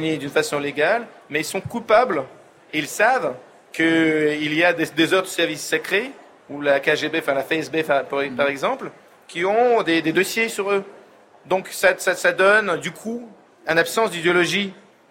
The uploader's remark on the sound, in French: Emission en direct du Salon Livre Paris 2019.